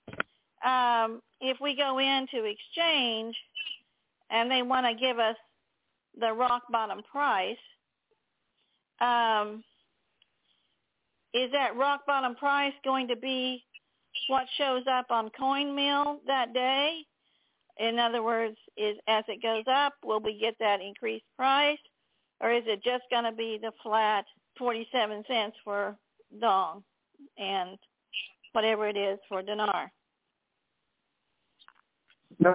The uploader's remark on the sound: TNTSuperfantastic Conference Call.